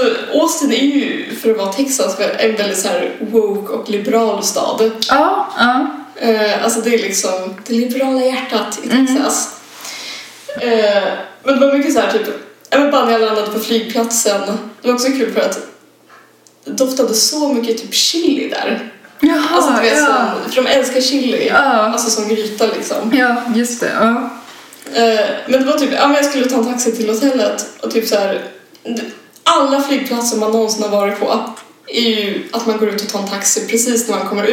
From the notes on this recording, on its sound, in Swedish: Inslagsproducenten är väldigt sur över den dåliga ljudkvalitén i det här avsnittet. "Sitt nära micken för fan", hälsar han.